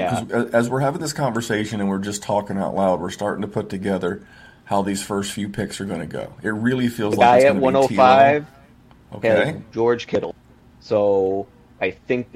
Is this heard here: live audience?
no